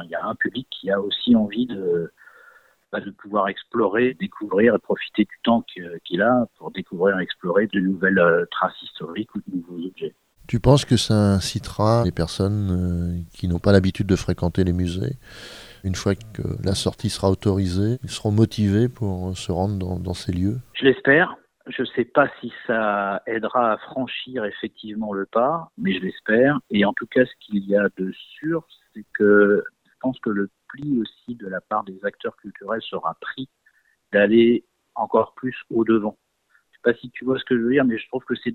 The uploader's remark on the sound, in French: nous avons joint par téléphone